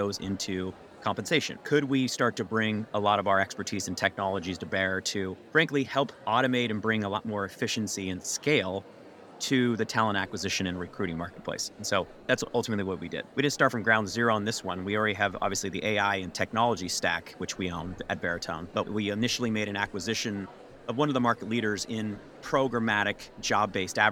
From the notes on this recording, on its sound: We’re bringing you the highlights from the HR Technology Conference straight from the Las Vegas floor.